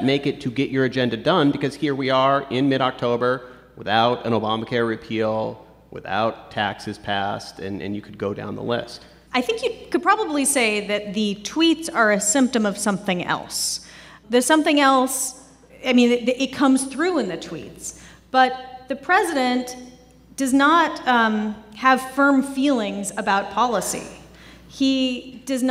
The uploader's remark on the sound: NPR Politics Live From Chicago. This is a special episode, recorded in front of a live audience at the Athenaeum Theatre in Chicago.